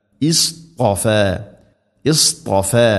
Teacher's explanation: ഇവിടെ സ്വാദുച്ചരിക്കുന്ന സമയത്ത് നാവിൻ്റെ മധ്യഭാഗം അണ്ണാക്കിലേക്ക് ഉയർത്തുക, ത ഉച്ചരിക്കുന്ന സമയത്ത് നാവിൻ്റെ മധ്യഭാഗം അണ്ണാക്കിലേക്ക് ചേർന്ന് നിൽക്കണം. · Term: ഇസ്തിഇലാഇന്റെ അക്ഷരമാണ്